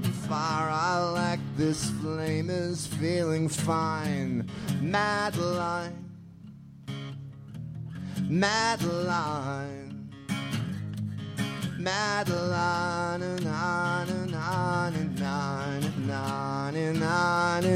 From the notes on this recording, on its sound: Ask Roulette is a conversation series in which strangers ask each other questions on stage. This excerpt is from our July show at Housing Works Bookstore in New York City.